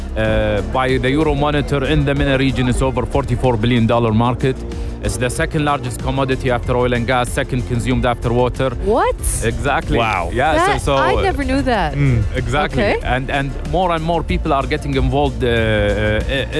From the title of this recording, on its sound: Live from SEF 2024